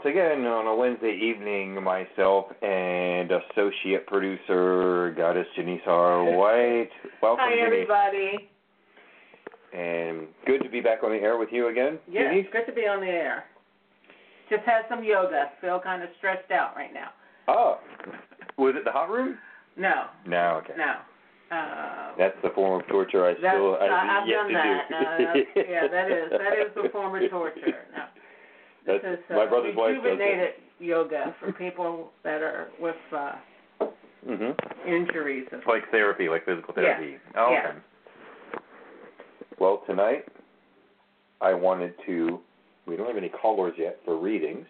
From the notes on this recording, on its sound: Open the phone lines for an evening of Tarot/Oracle Divination!!!!!